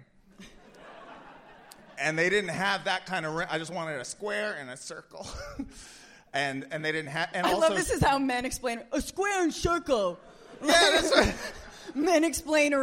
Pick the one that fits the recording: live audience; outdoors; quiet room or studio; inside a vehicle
live audience